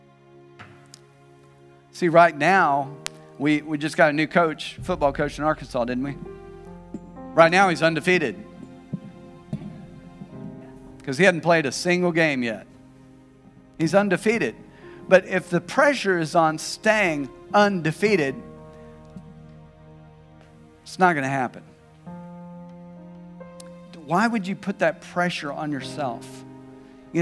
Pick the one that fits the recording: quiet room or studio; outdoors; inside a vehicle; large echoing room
large echoing room